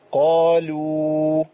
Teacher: افصلي حضرتك بين الالف المفخمه هاي التفخيم للالف وبين اللام المرققه